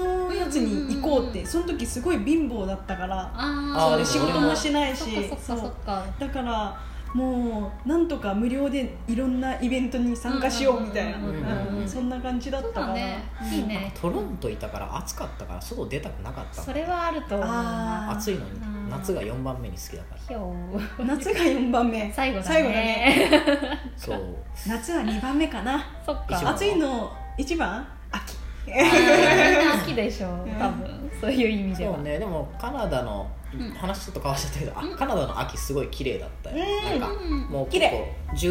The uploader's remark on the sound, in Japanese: 録音場所は、とあるホテルのキッチンのため、たまにキッチンを利用している音がします